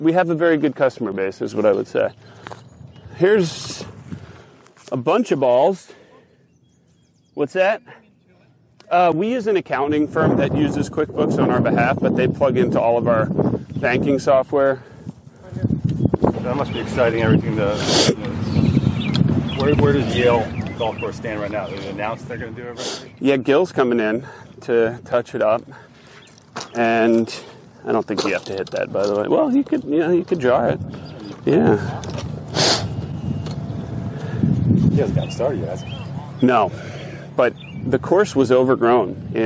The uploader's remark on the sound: Were in town taking part in an event at East Potomac Golf Links, where we spent the day recording a podcast, while playing and walking the course.